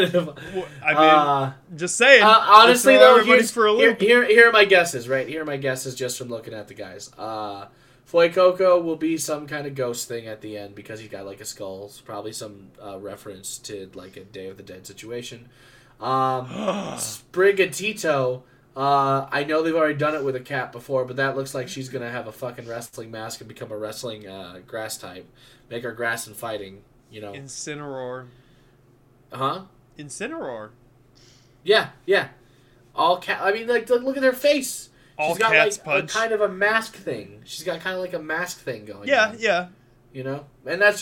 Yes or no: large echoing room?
no